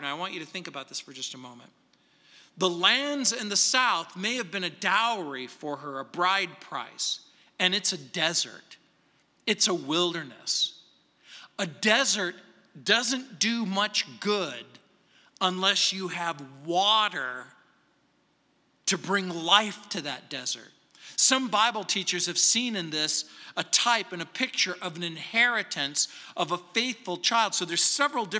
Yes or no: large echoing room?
yes